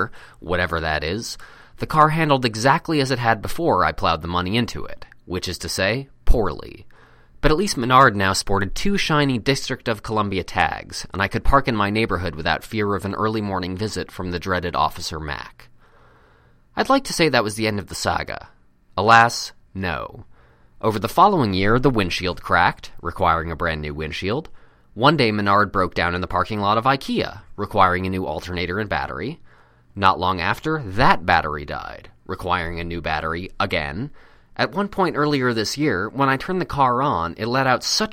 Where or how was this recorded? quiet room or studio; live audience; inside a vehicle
quiet room or studio